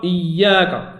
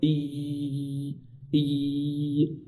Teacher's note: كاين الالتصاق لكن مع شيء من مرور نفس، ماشي التصاق قوي · Term: الياء